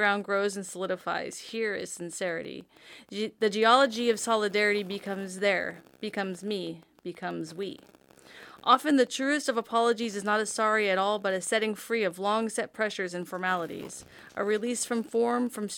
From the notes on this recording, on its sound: Beware the unshielded cable, bonus if you can discern the data stream that interjects with the audio.